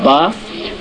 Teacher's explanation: দ্বিতীয় মাখরাজ হচ্ছে দুই ঠোঁটের ভেজা অংশ মিলিয়ে